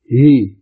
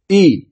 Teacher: مثلا إذا كانت مكسورة فتنطق بينها يعني بين الهمزة المكسورة إي وبين الياء المكسورة يي · Shown in: first take · Term: التسهيل